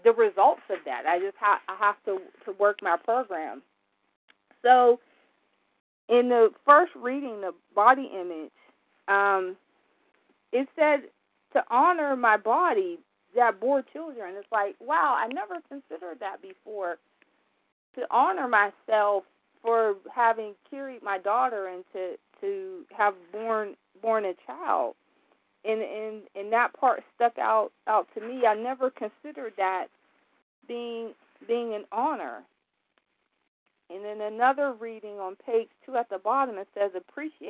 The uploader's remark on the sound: From the 100 Pounders Phone Meeting.